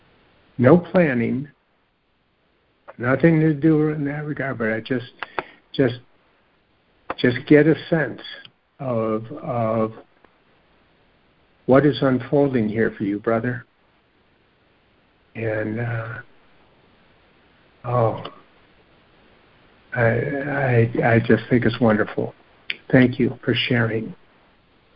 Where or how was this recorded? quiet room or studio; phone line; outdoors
phone line